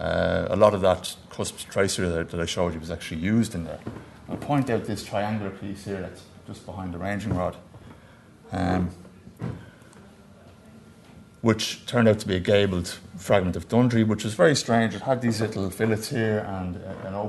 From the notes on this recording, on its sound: at the 2022 Tudor and Stuart Ireland Conference.